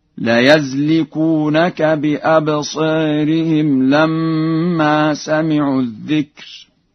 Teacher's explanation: قرأ ورش بفتح الياء في لفظ يزلقونك